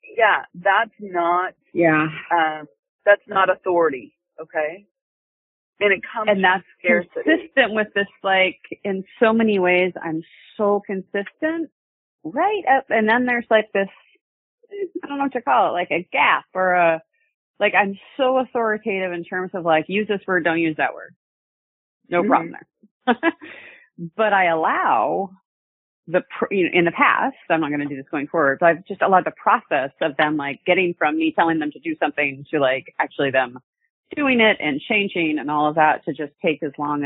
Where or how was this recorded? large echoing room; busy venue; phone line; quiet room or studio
phone line